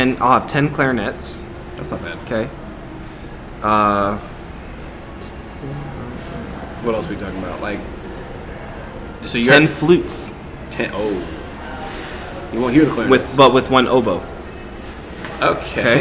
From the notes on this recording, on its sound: recorded live on location at the FBA summer conference 2021